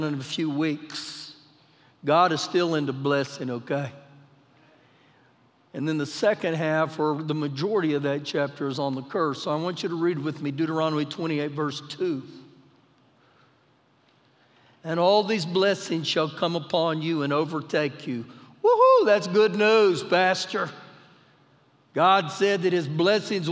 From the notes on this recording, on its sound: Recorded live during our Sunday morning service